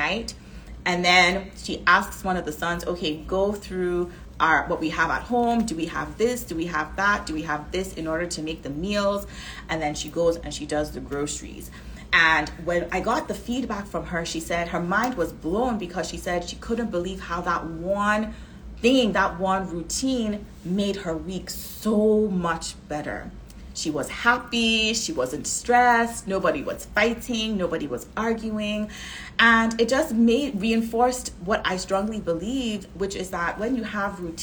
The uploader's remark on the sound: This episode is a recording of an Instagram live